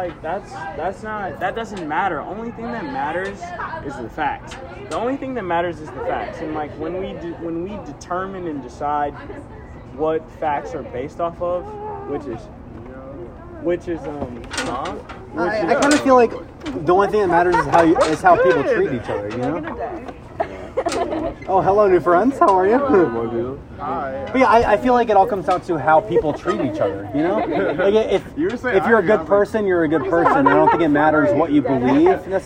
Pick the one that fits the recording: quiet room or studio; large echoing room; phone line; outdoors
outdoors